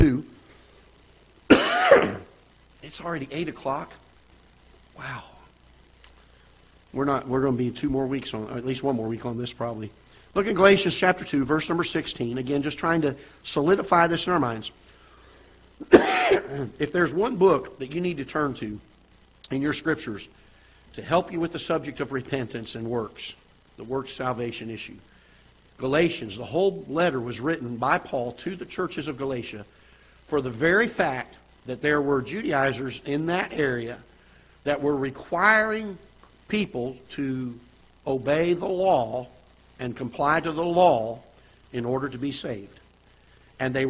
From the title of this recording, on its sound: Ketha Heights Baptist Church ~ Live Broadcast